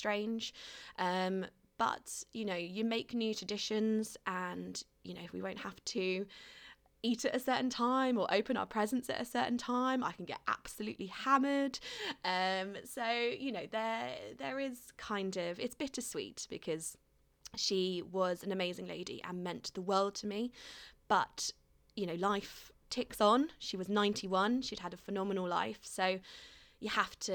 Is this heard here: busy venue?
no